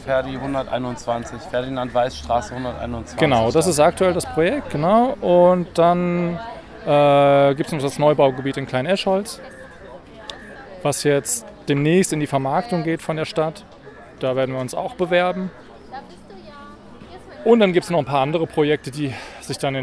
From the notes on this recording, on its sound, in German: auf dem Notstrom Festival beim EWerk Freiburg